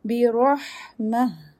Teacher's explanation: allah will be heavy bi rahmah rah ra will be heavy followed by a hams letter that means you're continuing your breath for ha ha is from the middle of the throat bi rahmah I'm